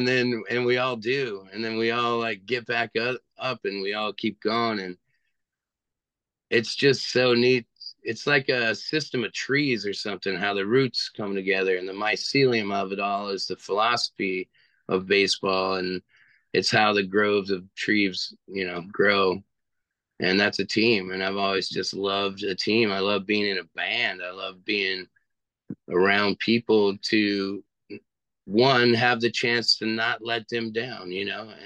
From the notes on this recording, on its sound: via Zoom